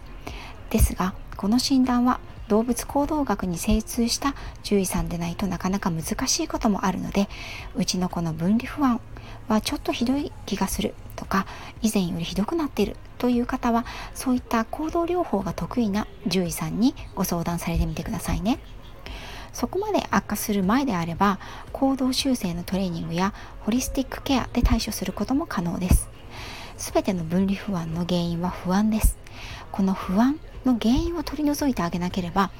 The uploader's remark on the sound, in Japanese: 子供が後ろでゲームをしているので雑音すみません。